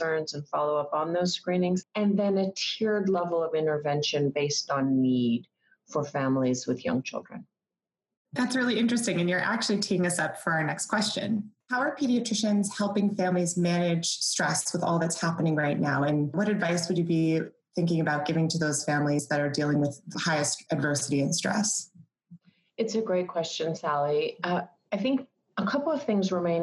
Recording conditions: video call